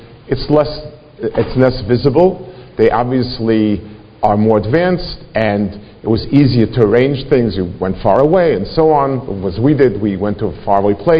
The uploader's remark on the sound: Delivered in Congregation Shmorei Torah, Fair Lawn, NJ.